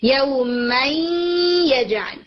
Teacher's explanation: नून का गुन्ना है जो कि या के अंदर आया, ये आ रहा है आय नंबर 17 में यौमन यजअल। · Term: इनकम्प्लीट इदगाम